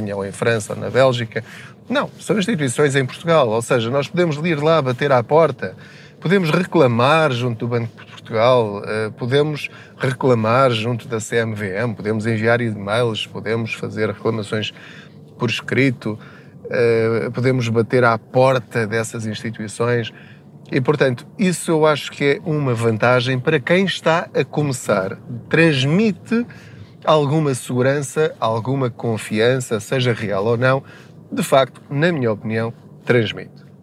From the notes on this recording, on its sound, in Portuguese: Não ligue aos barulhos da viagem.